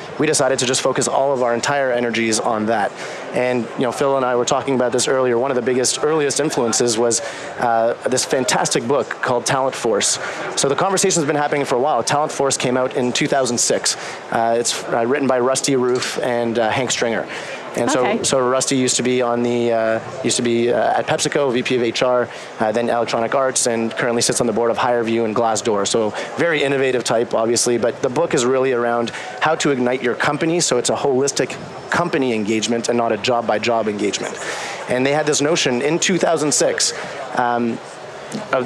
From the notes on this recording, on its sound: LIVE from Las Vegas, at #HRTechConf